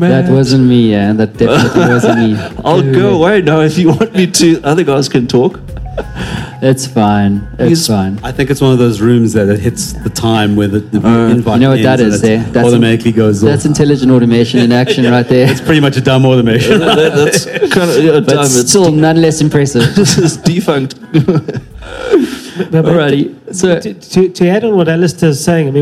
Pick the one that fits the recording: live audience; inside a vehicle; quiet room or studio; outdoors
live audience